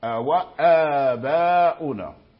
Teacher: لما فتحوا الواو يعني حقيقة حققوا الهمزة · Term: الفتح حقيقة